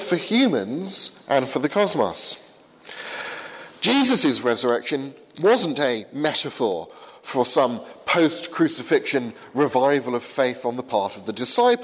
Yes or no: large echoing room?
yes